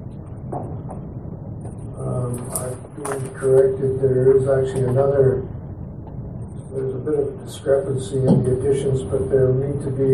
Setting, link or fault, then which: setting, large echoing room